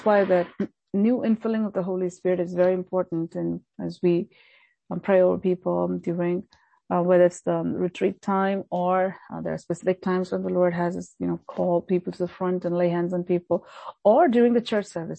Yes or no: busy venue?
no